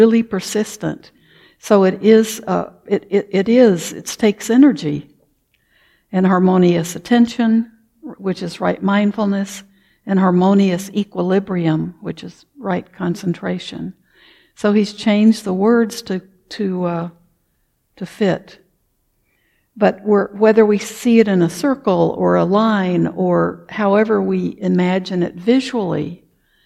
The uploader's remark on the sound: Recorded at the Blue Lotus Buddhist Temple. Recorded at the Blue Lotus Buddhist Temple.